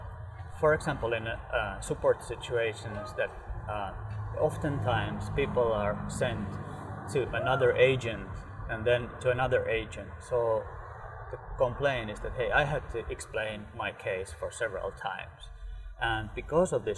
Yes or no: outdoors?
yes